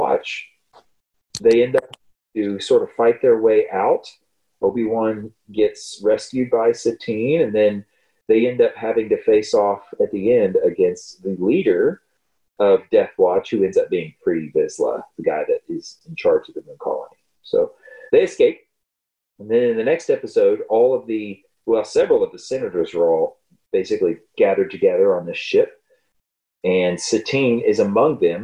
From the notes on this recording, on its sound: This week we deal with multiple technical difficulties that affect audio quality